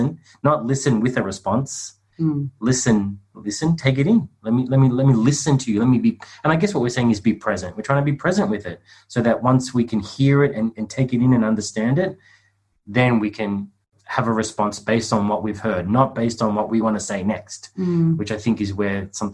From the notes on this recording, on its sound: The audio version of a webinar we hosted for people who are really struggling with speaking up and speaking out right now.